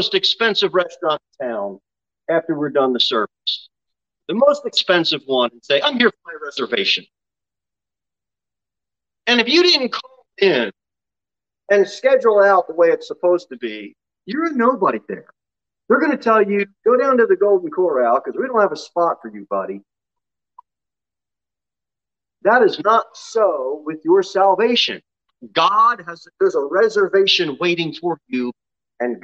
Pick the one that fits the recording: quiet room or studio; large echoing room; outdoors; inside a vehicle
large echoing room